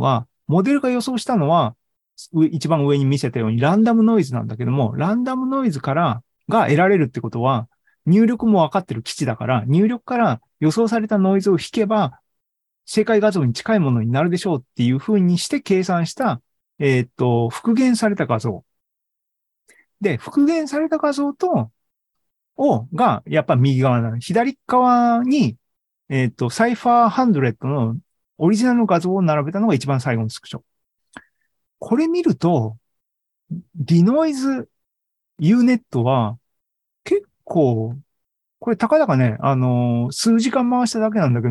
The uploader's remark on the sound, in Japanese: ２０２２年１１月３０日に開催した ZOOMライブの模様です